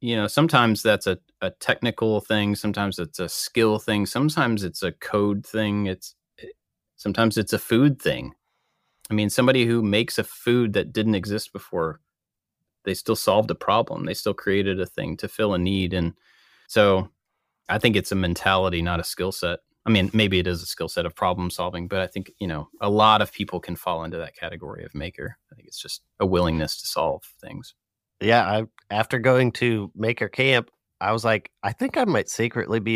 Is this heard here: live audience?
no